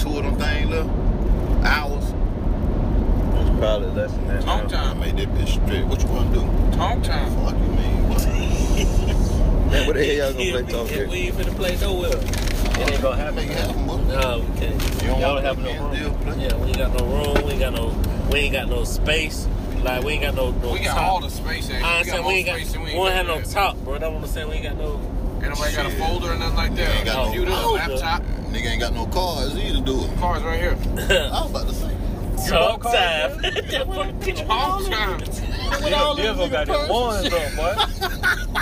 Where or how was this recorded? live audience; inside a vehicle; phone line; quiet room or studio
inside a vehicle